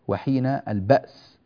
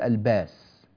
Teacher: حققوا الهمزة هنا بارك الله فيكم، وحين البأس ولا نقول الباس · Shown in: first take